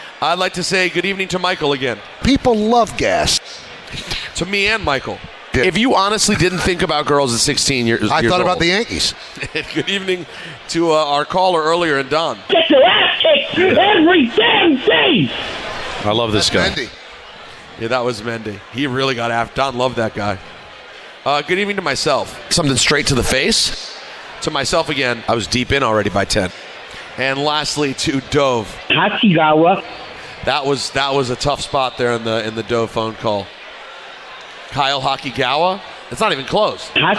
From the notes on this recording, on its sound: live from K Korner Bar in Citi Field